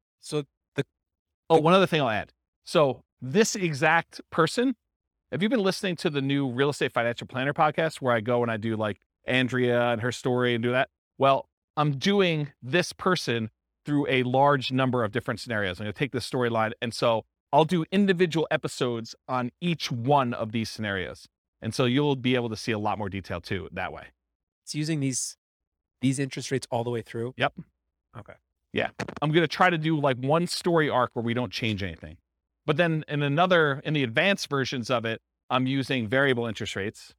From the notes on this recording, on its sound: This was a live class recorded